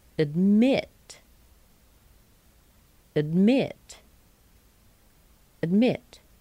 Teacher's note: it ends with an unvoiced consonant, which means that the final vowel sound before the consonant will be a little bit shorter.